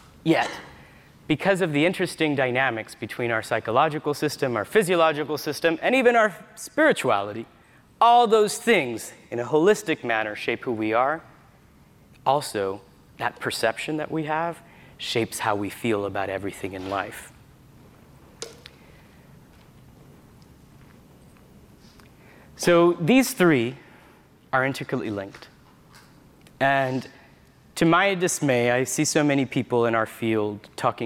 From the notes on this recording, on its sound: We relive a session from the Retail Innovation Conference & Expo.